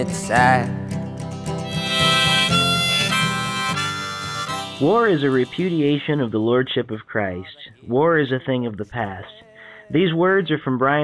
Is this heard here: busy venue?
no